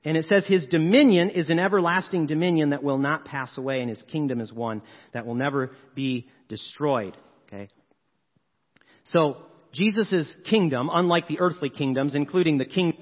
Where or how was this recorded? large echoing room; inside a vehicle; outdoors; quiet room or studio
large echoing room